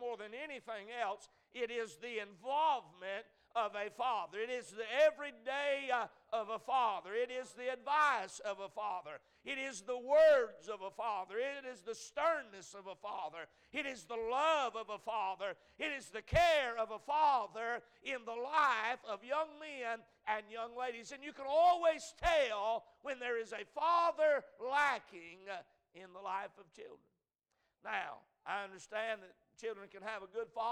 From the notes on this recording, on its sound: A message preached at Crossroads Baptist Church